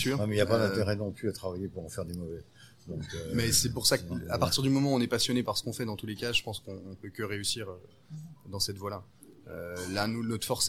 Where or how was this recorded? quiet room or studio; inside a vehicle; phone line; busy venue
busy venue